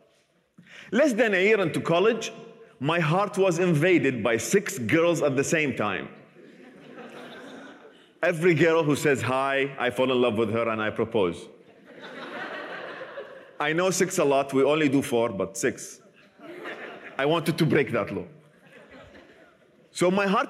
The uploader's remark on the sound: recorded at the 2021 Oslo Freedom Forum